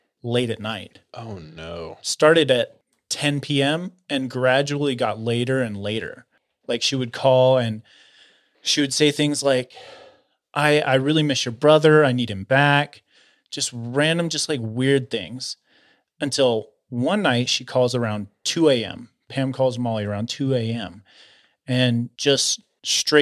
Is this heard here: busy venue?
no